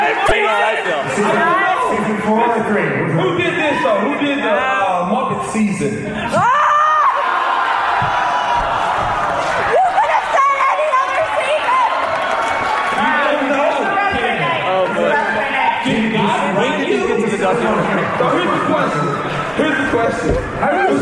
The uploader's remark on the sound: From Austin, TX, Harmontown is live from the Liberty Tavern and SXSW. Bonus audio from the Q & A following the premiere of the "Harmontown" documentary.